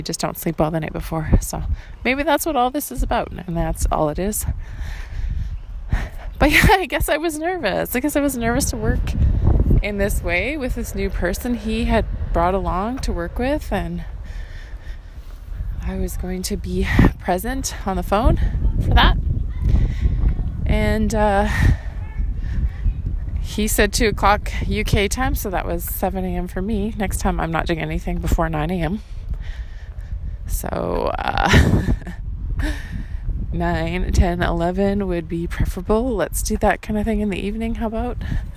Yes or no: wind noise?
yes